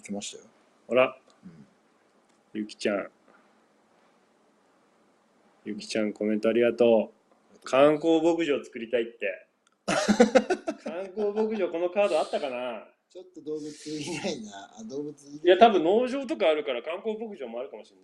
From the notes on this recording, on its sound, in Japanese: いつもと録音環境が違うので声が大きく少しうるさいです。1:14:00過ぎから音声が悪くなってるので。